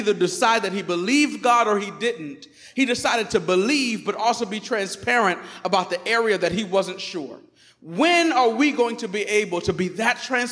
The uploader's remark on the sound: Recorded on 2016-09-11 at the 11:30am Service.